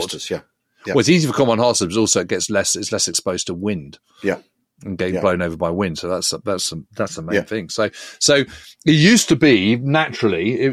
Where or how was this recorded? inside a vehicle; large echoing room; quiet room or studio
quiet room or studio